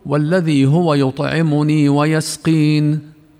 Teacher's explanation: نطقنا ببعض حركة الكسرة هنا لما وقفنا على كلمة ويسقين، وهذا ما عرفناه من قبل، وأنه يسمى الروم، وأنه جائز في الضمة والكسرة سوى الفتحة كما قلنا.